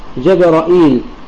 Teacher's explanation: بفتح الجيم والراء وإثبات الهمزة المكسورة وإثبات الياء بعدها، جبرائيل، وتكون مدا طبيعي، مد بدل إذا حركتين فقط إذا وصلنا، وإذا وقفنا ففيها أوجه عرض السكون، ولكن تكلم عن وقف حمزة بعد قليل.